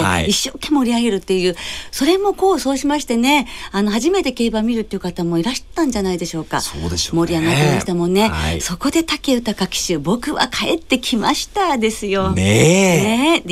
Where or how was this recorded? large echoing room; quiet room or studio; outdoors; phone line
quiet room or studio